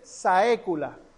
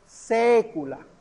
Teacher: La AE es una letra que nosotros no tenemos. La A unida a la E es una E abierta. · Shown in: second take · No se dice saécula, se dice sécula.